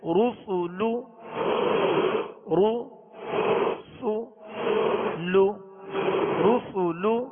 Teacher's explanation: جی را سین لام دونوں پہ پیش ہیں، دراز بھی نہ ہو راپور پڑھیں گے، سین کو سیٹی کی آواز میں باریک پڑھیں گے، اور لام کی ادائیگی میں بھی ہونٹوں کو یعنی پیش اس کا ادا کرتے ہوئے ہونٹوں کو گول ہی رکھیں گے